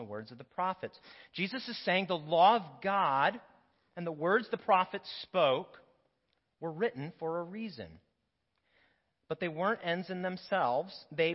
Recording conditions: large echoing room